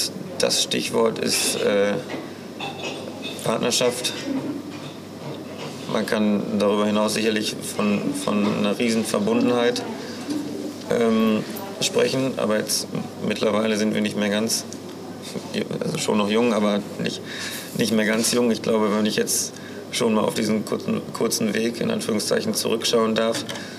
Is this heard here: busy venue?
yes